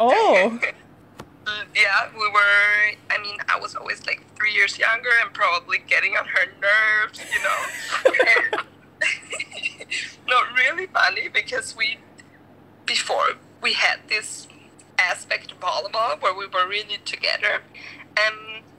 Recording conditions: poor sound quality